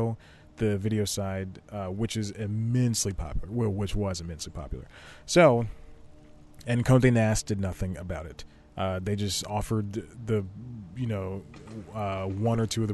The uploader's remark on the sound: Sits in the back of his car. Shoots an entire show on his phone that only falls nine times.